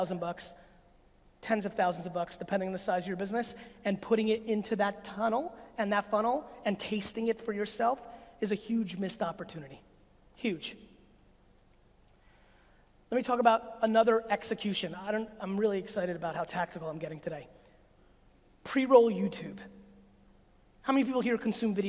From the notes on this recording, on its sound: a segment of a keynote I gave 4 years ago in London, England!